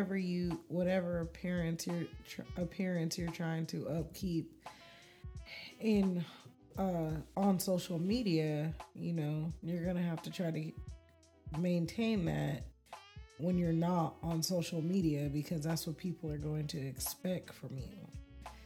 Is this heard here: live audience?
no